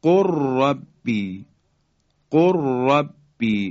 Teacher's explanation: خب، یا در حرف لام، لام ساکن در حرف را، دقت کنید، قل ربی، قل ربی، لام ساکن در حرف را ادغام میشه، مثل قر ربی، قر ربی. دیگه لام رو ما تلفظ نمی کنیم بلکه حرف را مشدد بیان میشه